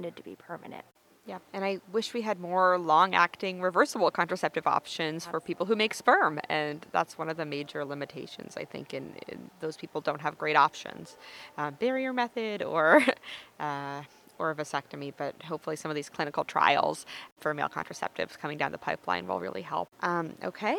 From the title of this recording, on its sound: Live from ASRM 2023